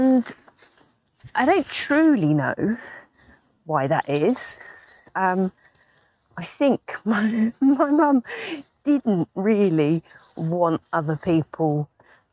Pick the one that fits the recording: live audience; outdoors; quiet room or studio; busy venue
outdoors